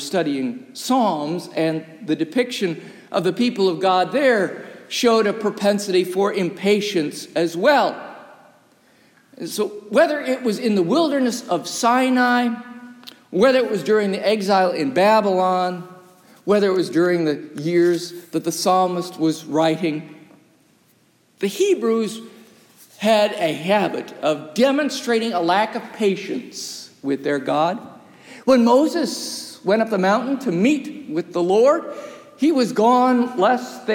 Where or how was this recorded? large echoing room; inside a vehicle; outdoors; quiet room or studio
large echoing room